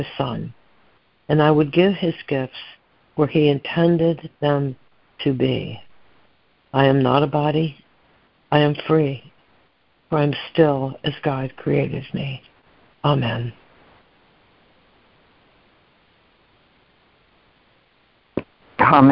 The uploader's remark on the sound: ACIM Daily Conference Call